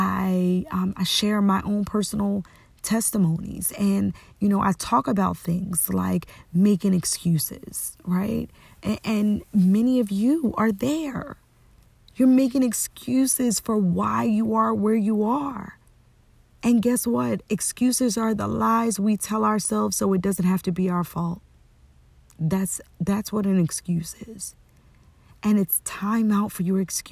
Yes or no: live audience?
no